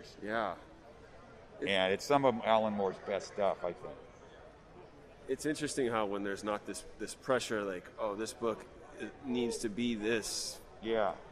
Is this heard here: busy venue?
yes